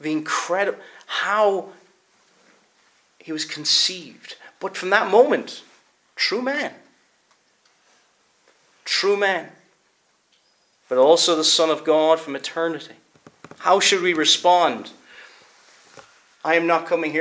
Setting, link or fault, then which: setting, large echoing room